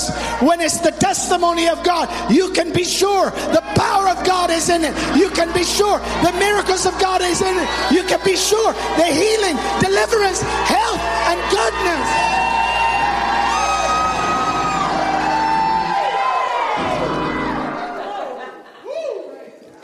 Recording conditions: large echoing room